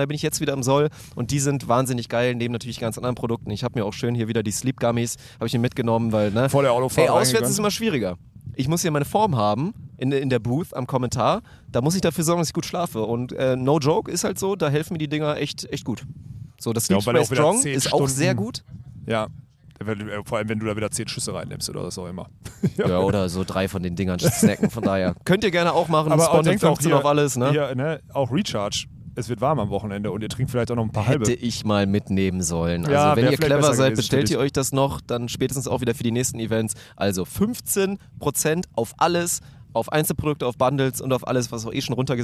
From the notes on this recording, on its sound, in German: Diese Episode haben wir brandheiß aus München während es Aufbaus bei der German Beach Tour aufgenommen.